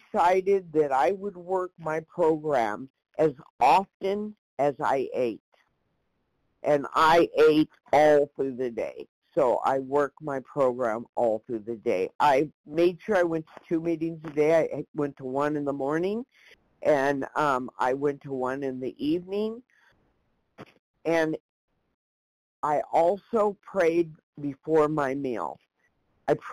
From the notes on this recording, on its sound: 100 Pounders Phone Meeting